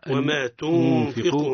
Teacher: وما تنفقوا نون عند الفاء الإخفاء مع الغنة